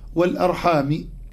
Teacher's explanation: روى الإمام حمزة قراءته بخفض حرف الميم هكذا والأرحام، وروى غير الإمام حمزة بنصبها.